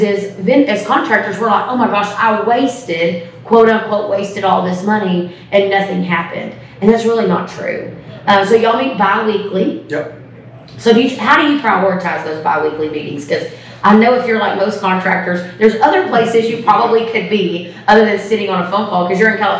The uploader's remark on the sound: on location in Austin, TX for ServiceTitan's Marketing for the Trades Summit!